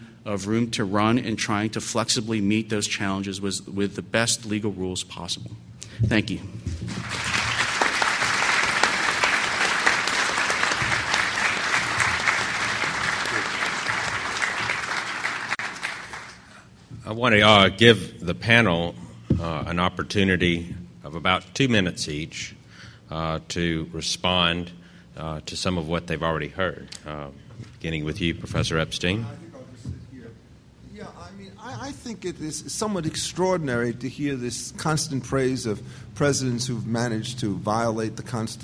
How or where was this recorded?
busy venue